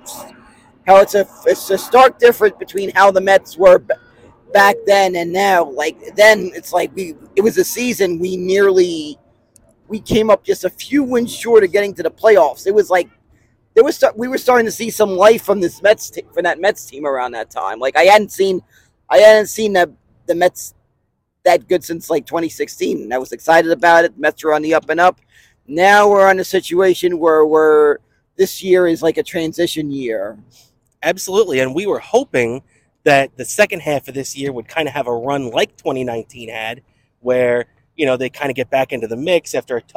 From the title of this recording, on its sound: Live From Citi Field!